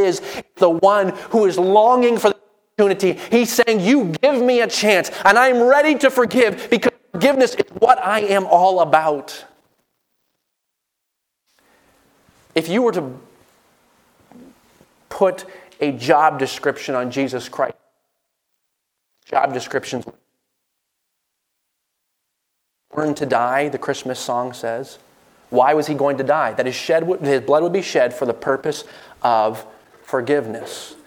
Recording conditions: large echoing room